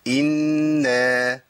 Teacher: عندنا إنا غن حركتين وألف مد حركتين · Term: غنة